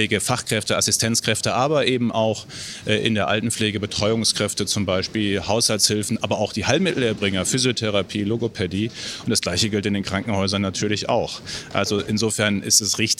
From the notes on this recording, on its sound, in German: SPEZIAL Live vom Deutschen Pflegetag (Tag 1). Wir berichten für Euch live vom Deutschen Pflegetag. Dabei sprechen wir mit Besucher*innen und Refert*innen.